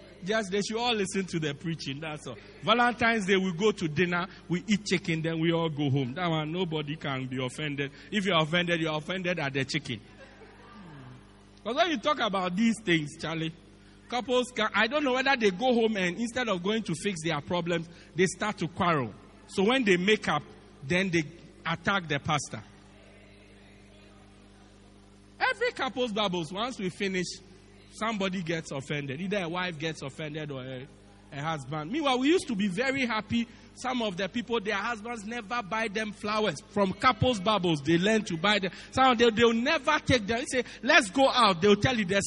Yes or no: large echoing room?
yes